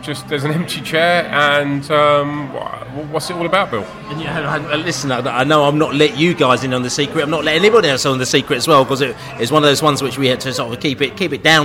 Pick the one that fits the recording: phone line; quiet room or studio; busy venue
busy venue